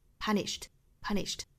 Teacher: 尾部 ed 依然是要读成轻辅音的 t